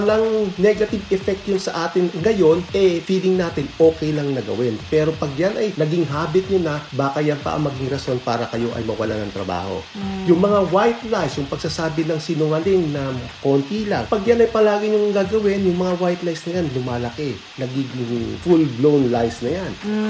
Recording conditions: background noise